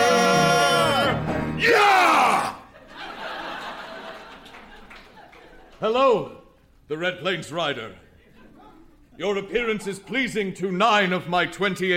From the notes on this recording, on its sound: Recorded Live 9/10/2010 at Largo, Los Angeles.